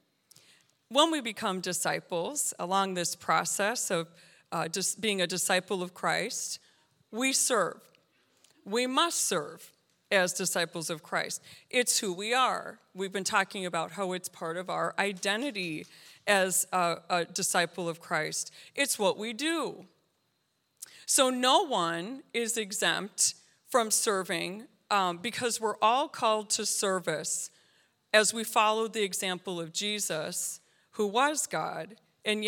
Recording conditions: large echoing room